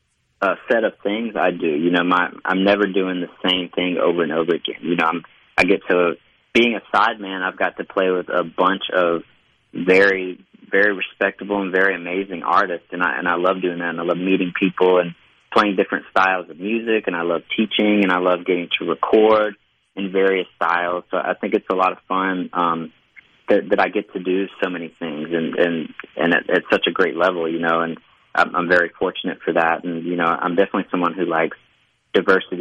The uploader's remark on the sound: joins the conversation by phone